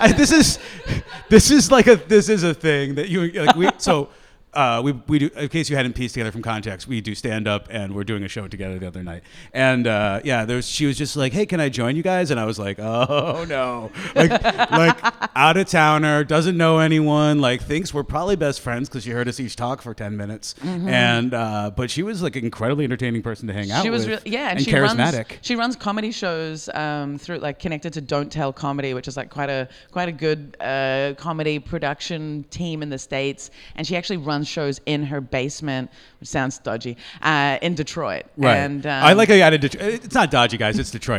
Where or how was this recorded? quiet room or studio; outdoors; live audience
live audience